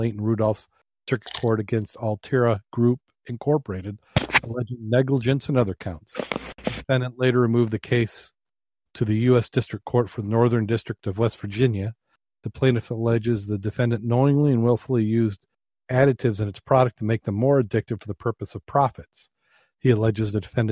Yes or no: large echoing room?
no